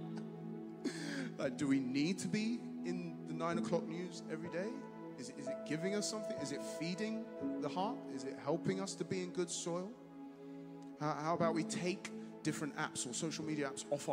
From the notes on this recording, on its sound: Streamed live at St Paul's Shadwell